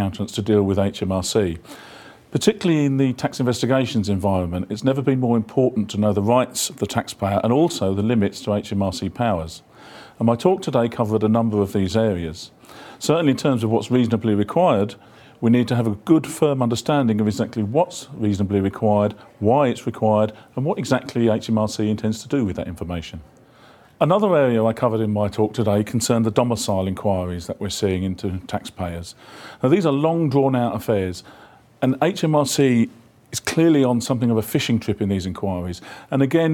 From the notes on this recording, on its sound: backstage interviews with our brilliant guest speakers from this year's UK Tax Investigations Conference